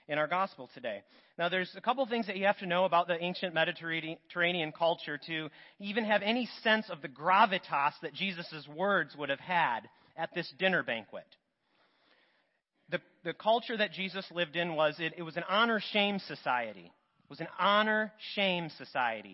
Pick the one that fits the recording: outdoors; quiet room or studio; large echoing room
large echoing room